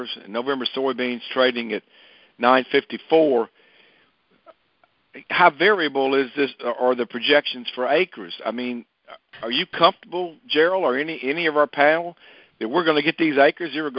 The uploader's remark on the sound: Monthly Conference Call